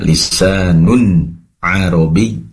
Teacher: maka tentunya pembacanya adalah izhar halqi, diperjelas tanwinnya